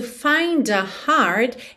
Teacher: Então aqui to find a heart, ela juntou find a com d mesmo, find a heart o T do heart você não ouve · Term: consoantes oclusivas